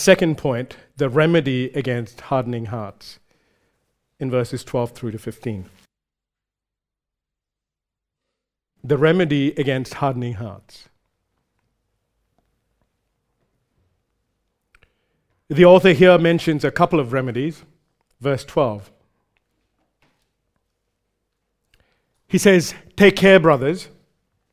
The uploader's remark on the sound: recorded live at Grace Community Bible Church